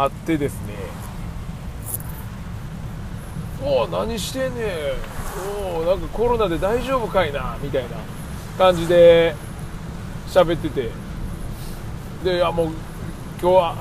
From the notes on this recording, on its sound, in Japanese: 京都店からの帰り道に収録